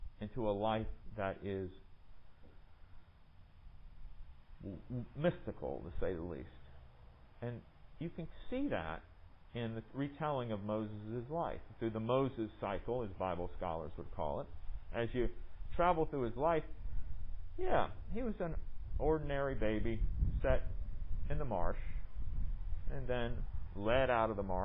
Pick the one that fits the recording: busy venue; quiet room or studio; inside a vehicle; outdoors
outdoors